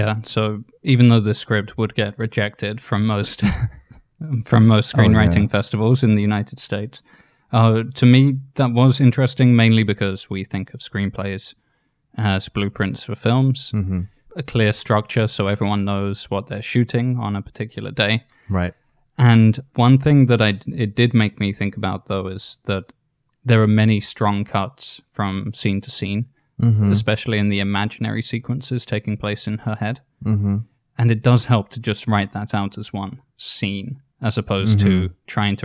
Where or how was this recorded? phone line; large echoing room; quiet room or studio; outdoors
quiet room or studio